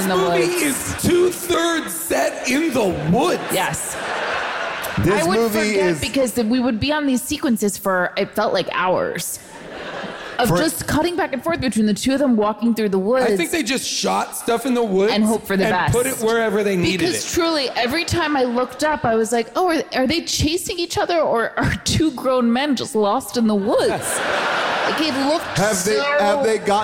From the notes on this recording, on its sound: Recorded live from Vancouver